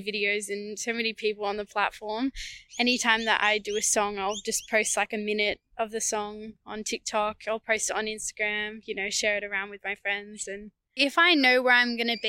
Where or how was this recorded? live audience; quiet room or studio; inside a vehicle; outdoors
outdoors